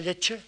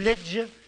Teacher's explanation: el femenino de lech no será leche, sordo, sino legge, eh, sonoro